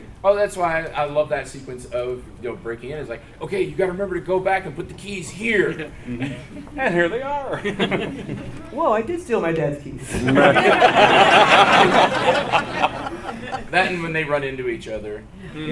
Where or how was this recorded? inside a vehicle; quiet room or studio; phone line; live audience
live audience